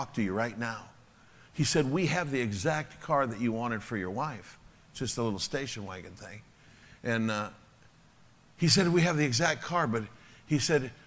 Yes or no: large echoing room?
yes